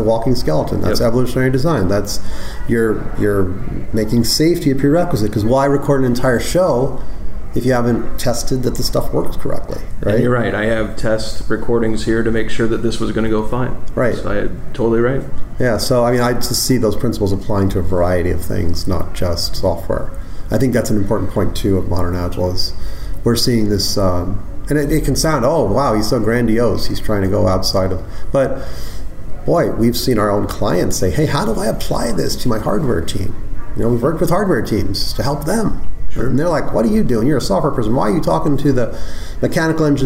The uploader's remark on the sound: at the AgileIndy Conference in Indianapolis, Indiana